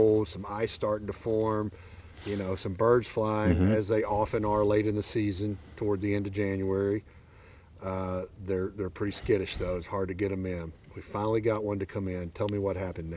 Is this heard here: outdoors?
yes